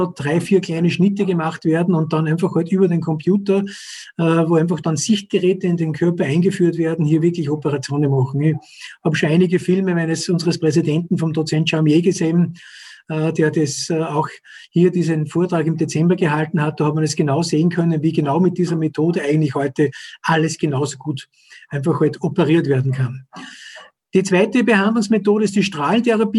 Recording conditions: video call